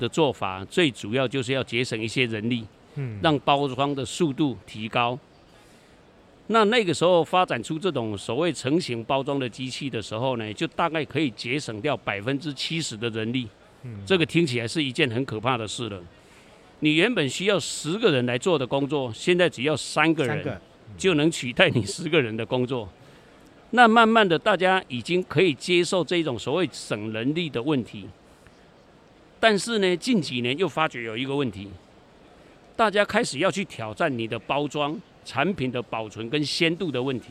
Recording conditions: busy venue